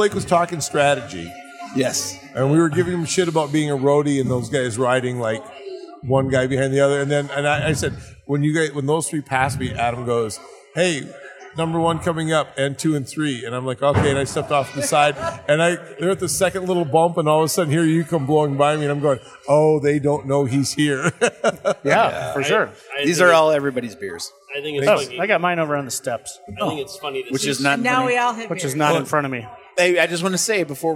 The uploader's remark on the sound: This show was recorded after the race at Limestone Brewery in Osage, IA.